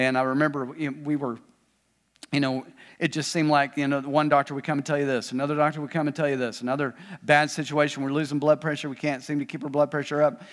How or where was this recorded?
large echoing room